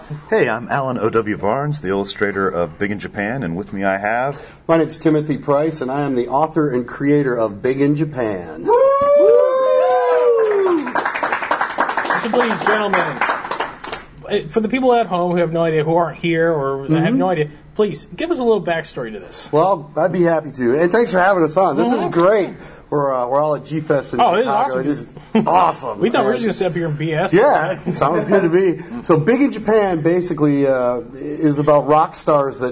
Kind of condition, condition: setting, busy venue